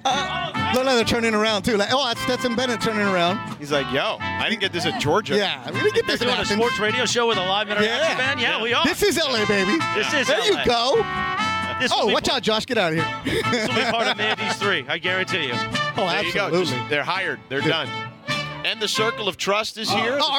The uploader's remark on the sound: live from Rams Training Camp at UC Irvine!